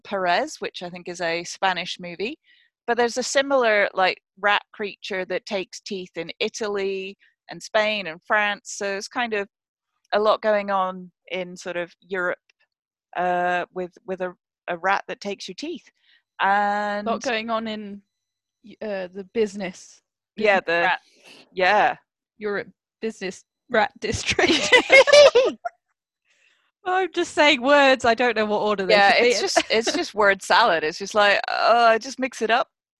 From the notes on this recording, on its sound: This episode was recorded via Zoom due to lockdown